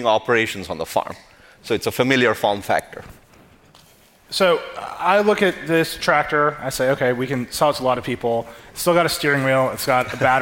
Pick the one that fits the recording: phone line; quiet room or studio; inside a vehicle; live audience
live audience